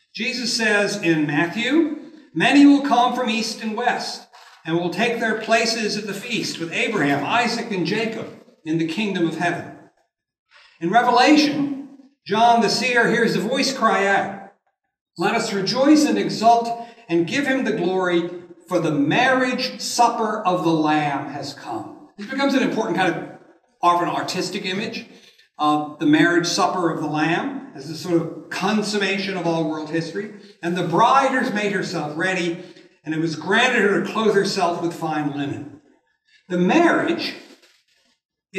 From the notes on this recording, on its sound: This lecture was given on March 29th, 2023 at the University of Nebraska at Lincoln.